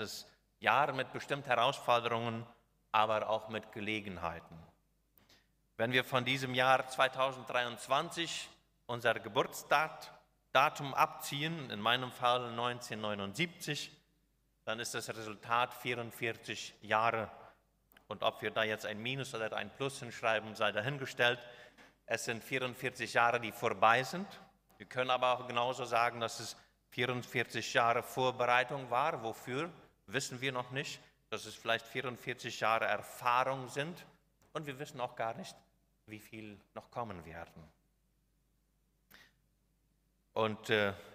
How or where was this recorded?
large echoing room